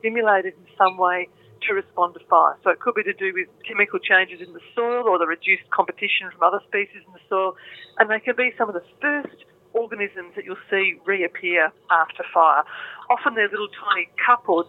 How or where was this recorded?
phone line